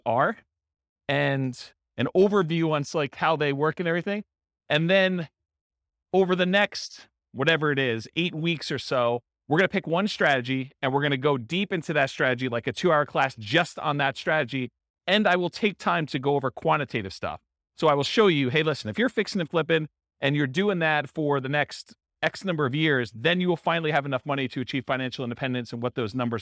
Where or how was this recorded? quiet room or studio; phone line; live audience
live audience